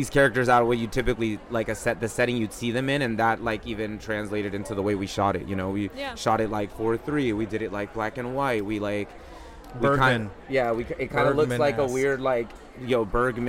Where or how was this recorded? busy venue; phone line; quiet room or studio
busy venue